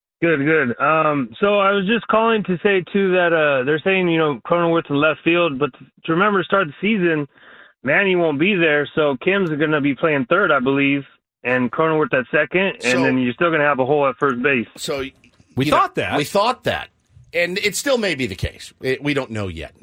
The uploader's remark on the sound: we open up the phone lines